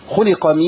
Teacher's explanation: ما قولش خلق كده، جبت واو بعد الخاء وجبت ياء بعد اللام المكسوره